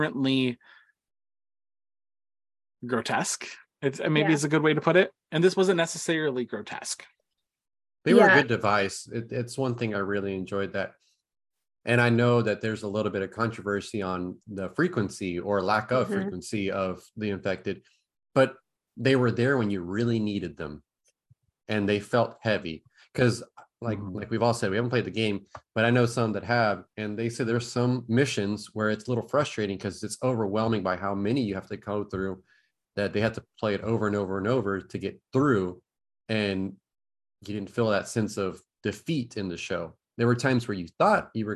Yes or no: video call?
yes